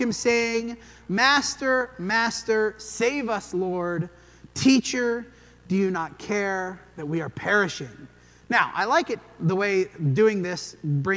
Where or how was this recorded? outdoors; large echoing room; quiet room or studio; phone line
large echoing room